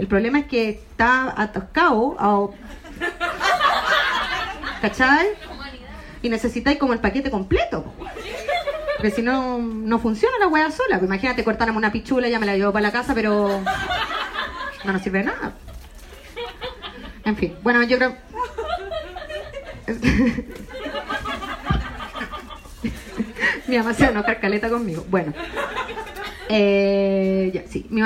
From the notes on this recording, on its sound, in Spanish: Este es el audio de un show en el que probé chistes. No es pulcro, ni pretende serlo, algunos chistecitos funcionaron, otros no, es una foto de un show, de un momento, para ti, con errores, fomeos y todo.